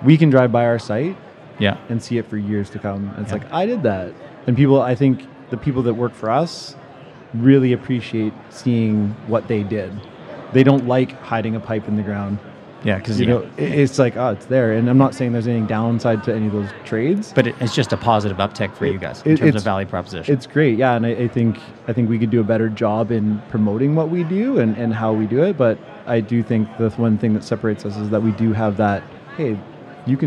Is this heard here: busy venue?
yes